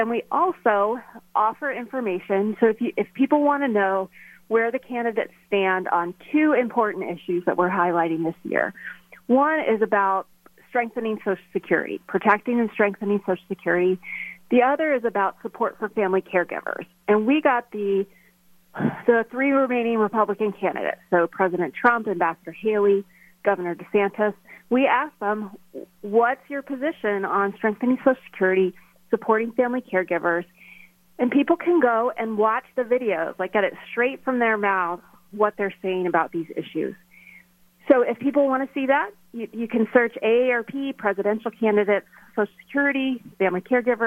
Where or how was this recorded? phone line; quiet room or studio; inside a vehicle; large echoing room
phone line